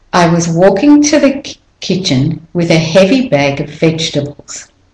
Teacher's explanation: I go up there and I'm stressing walking and kitchen · Term: melody